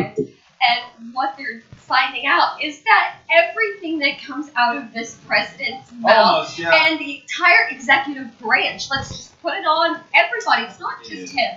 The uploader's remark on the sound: Now in LO-FI